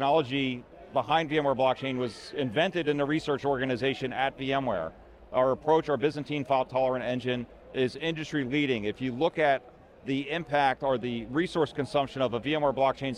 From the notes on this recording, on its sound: Recorded at VMware Explore 2022.